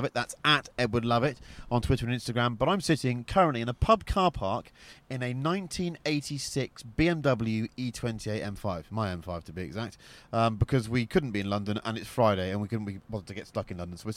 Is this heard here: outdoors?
yes